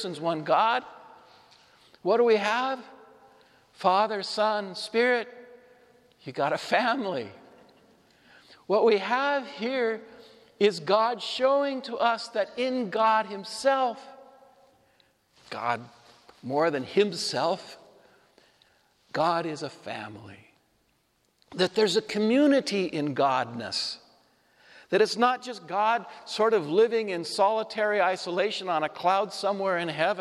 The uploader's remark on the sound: Homily delivered at Saint Joseph Church, Spokane, WA, June 12, 2022